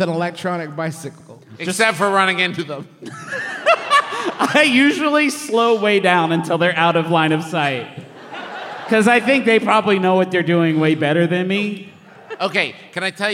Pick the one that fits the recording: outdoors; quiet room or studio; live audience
live audience